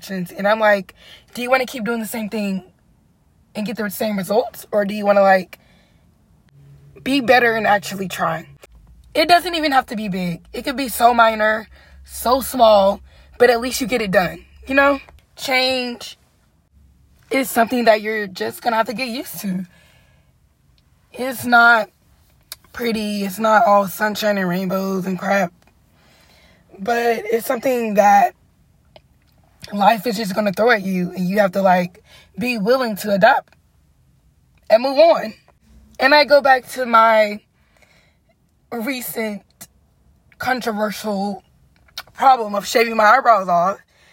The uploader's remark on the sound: I sat in my car at 1:00 am recording an episode